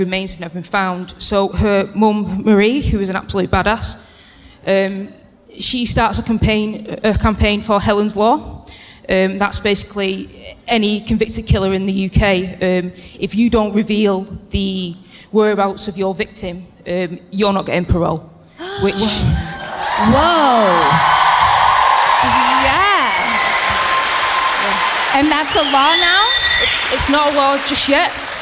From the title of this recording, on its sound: Live at Albert Hall in Manchester